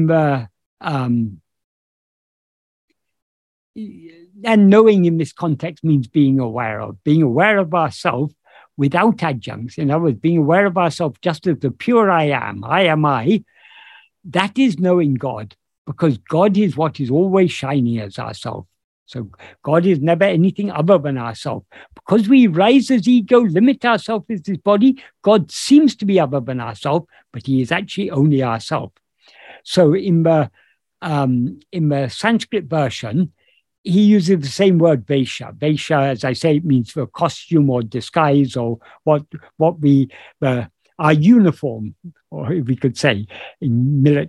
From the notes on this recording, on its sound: In a Zoom meeting with Ramana Kendra, Delhi, on 11th September 2022.